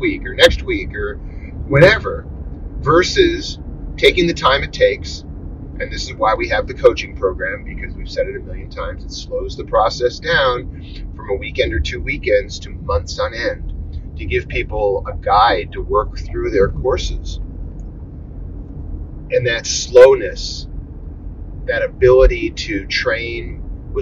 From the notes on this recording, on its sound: Carcast. A monologue I recorded in my car. After I apologize for the crappy audio quality.